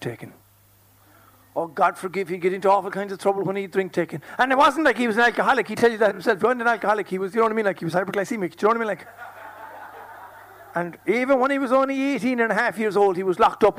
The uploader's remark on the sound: Performance at this year’s Lingo Festival. This audio was originally produced and broadcast live by Near FM with the support of the Broadcasting Authority of Ireland Sound and Vision scheme.